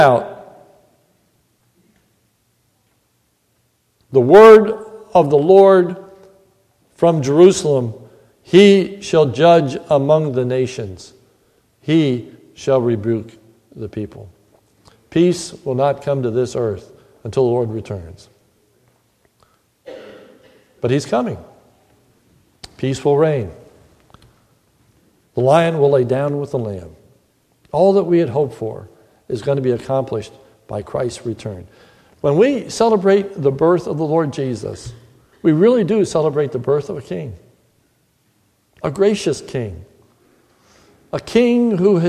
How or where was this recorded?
large echoing room